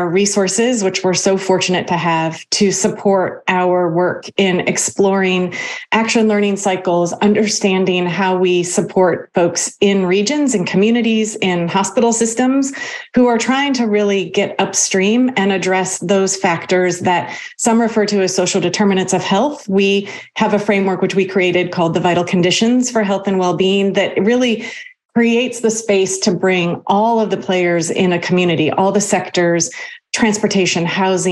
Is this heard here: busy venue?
no